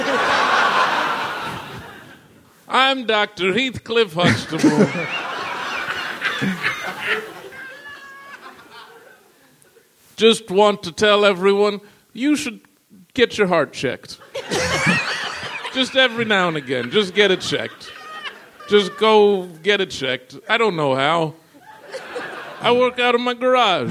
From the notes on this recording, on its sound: Live from the Melbourne International Comedy Festival.